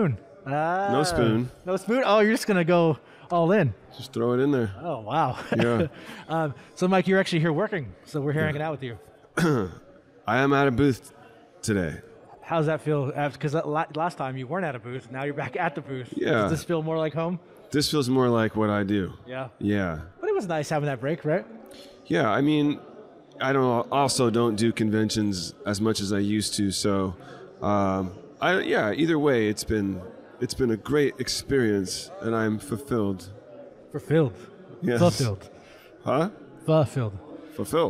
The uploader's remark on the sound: Live from a convention. This time they're at Stockton Con Winter.